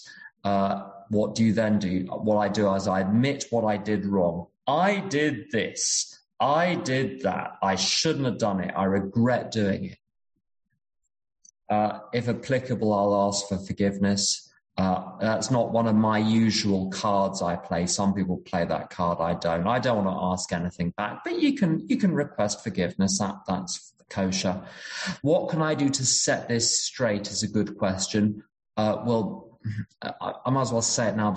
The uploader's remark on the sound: Recorded at the end of June 2022 at the Friendly Circle zoom meeting in Berlin.